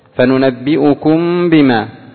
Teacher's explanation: إخفاء الميم الساكنة عند الباء